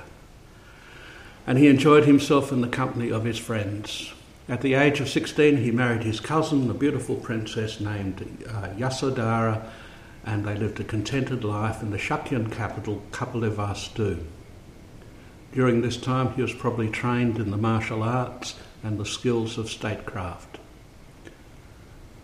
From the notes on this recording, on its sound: A Thursday night Dharma talk. Delivered at St Paul's in Beaconsfield.